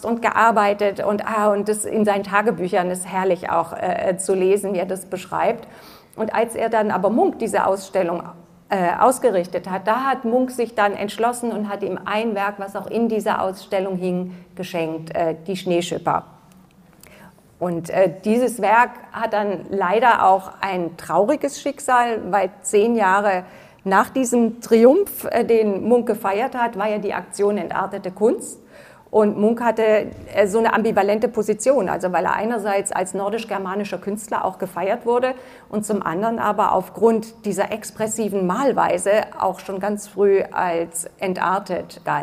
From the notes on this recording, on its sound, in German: Der Podcast wurde live mit Publikum in der Berlinischen Galerie aufgezeichnet.